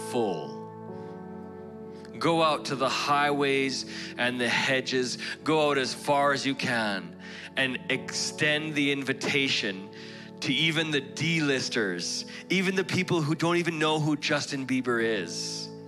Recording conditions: large echoing room